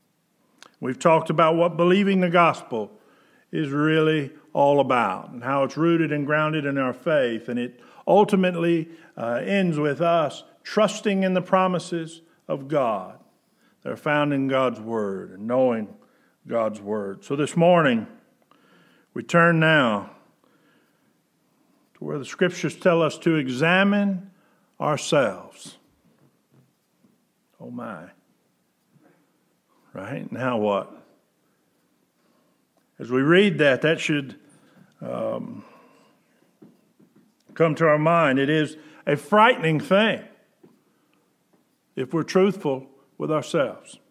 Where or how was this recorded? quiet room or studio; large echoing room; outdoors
large echoing room